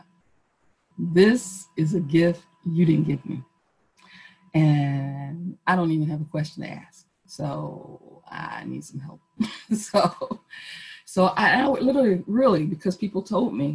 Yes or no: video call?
yes